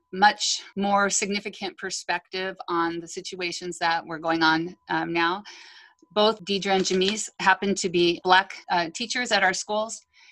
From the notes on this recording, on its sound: Zoom with co-workers